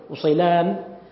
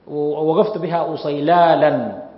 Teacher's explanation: بعض العرب ينطقونها بالنون وبعضهم باللام مثلا · Term: لهجات العرب